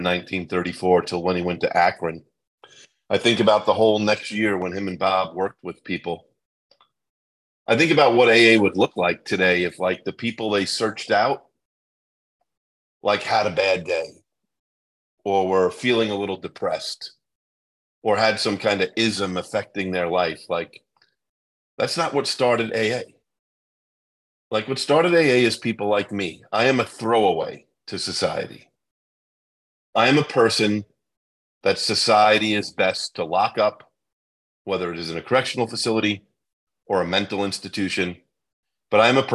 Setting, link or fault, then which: link, video call